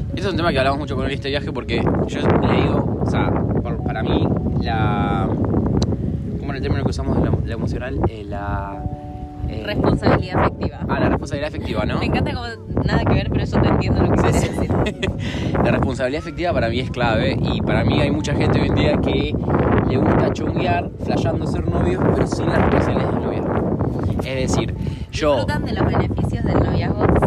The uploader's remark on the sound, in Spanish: Descubranlo entre el ruido del viento y el pianito que no sabemos por qué suena de fondo.